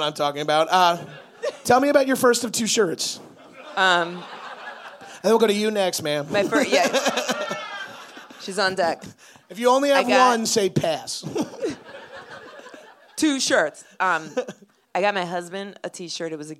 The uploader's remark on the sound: Live in Boston. Live on stage in Boston. Recorded live at The Great Scott in Boston, MA.